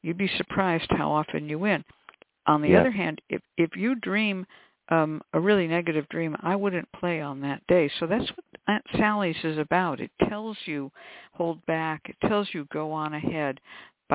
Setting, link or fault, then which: link, phone line